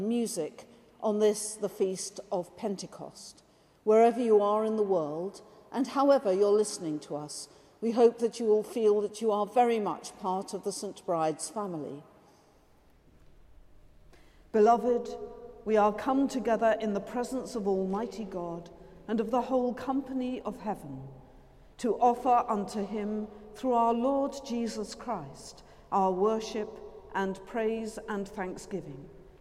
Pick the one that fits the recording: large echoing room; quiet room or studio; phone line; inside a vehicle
large echoing room